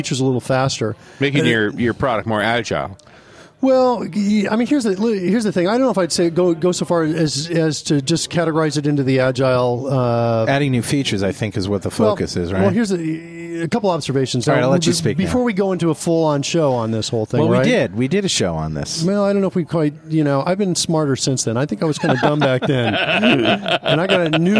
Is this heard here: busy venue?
yes